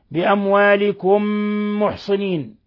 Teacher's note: هو من أشد حالات الإظهار الشفوي بأموالكم محصنين إدغام مثلين صغير أدغمنا الميم الأولى الساكنة في الميم الثانية متحركة بحيث صارت ميما واحدة مشددة